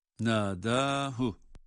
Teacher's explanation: ha harfi zamir olmasına rağmen uzatılmıyor. Nâdâhu, yalnız harekesini okuyarak geçiyoruz ama rabbuhu derken buradaki zamir olan ha uzatılıyor.